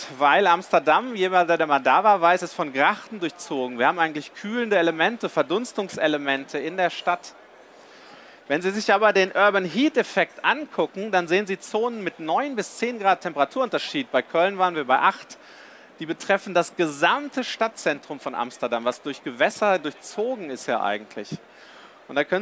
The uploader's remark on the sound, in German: live von der GaLaBau Messe 2022.